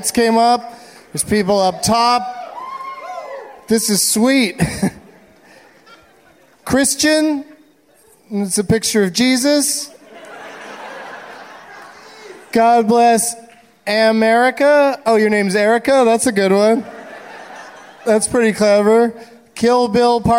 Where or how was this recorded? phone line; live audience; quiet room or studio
live audience